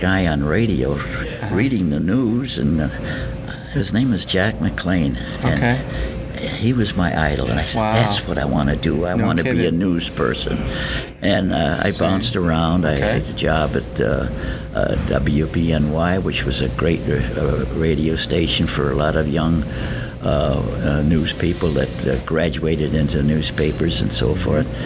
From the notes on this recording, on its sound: Recorded at This Little Pig Restaurant (Williamsville, NY).